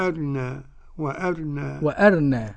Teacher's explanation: الراء المكسورة هيجتزئ منها حتى تبقى الراء مرققة · Term: الاختلاس